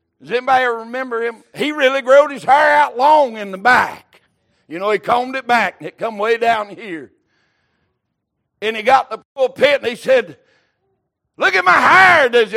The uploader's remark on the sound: Recorded March 26, 2023 - Sunday Evening Service